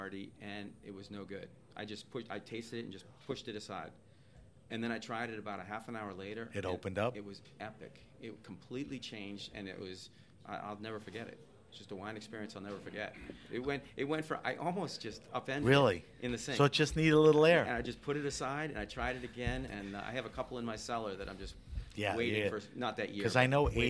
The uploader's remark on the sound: This episode of HRN On Tour was recorded at the Global Wine Dinner at Washington Prime as part of Norwalk Now’s CRUSH.